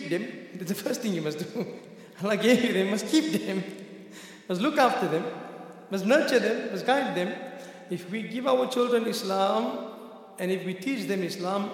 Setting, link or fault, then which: setting, large echoing room